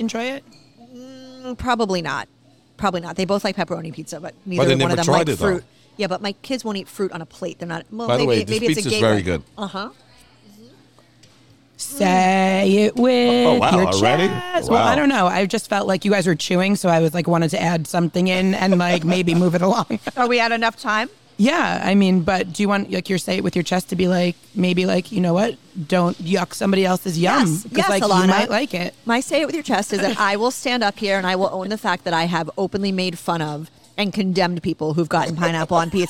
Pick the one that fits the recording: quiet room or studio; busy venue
busy venue